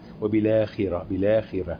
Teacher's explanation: نقل الهمزة إلى الساكن قبلها وحذفها